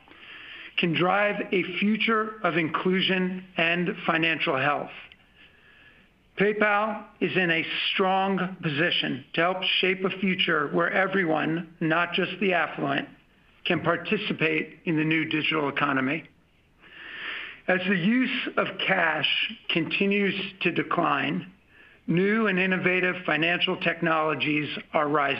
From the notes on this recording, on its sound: Q3 2020 Earnings Conference Call